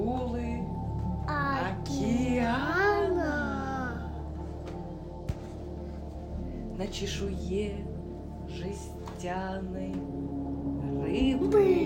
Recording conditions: phone or laptop microphone